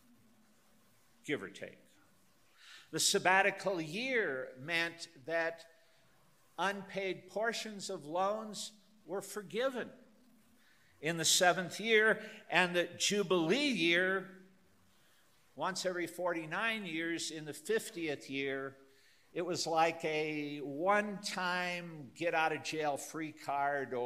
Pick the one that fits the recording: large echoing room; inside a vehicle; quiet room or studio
large echoing room